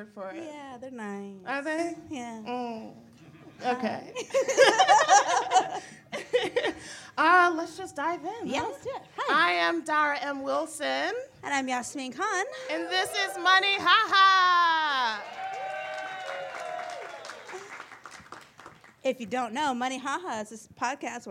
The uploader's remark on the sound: At our first-ever live show during San Francisco Sketchfest